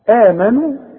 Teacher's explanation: احنا خدنا الهمزة اللي في وسط السطر اللي بعدها ألف، قلنا دي لازم تمد بمقدار حركتين اسمه مد طبيعي